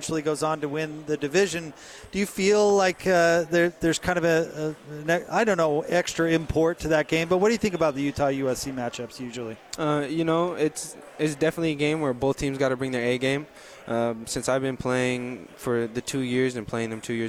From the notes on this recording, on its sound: LIVE from Pac-12 Media Day in Los Angeles, CA